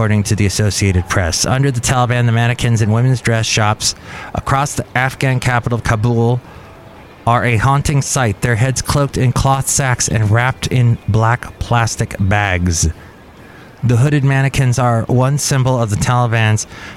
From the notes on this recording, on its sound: podcasts live from Cafe Anyway